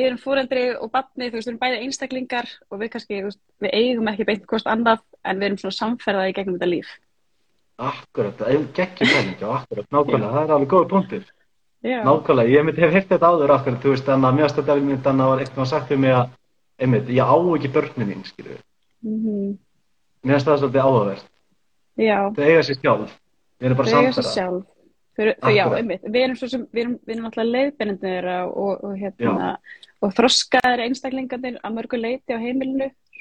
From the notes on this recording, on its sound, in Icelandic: tekið live instagram spjall